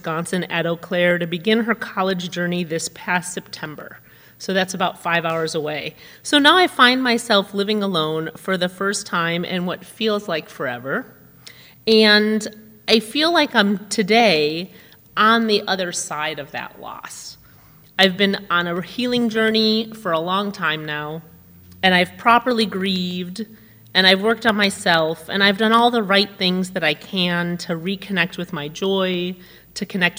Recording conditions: large echoing room